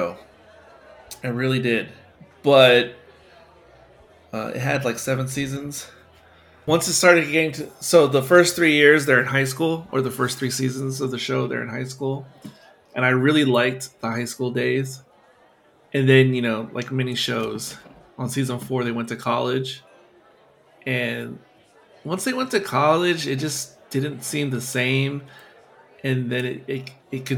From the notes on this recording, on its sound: This conversation was recorded in front of live Barside Audience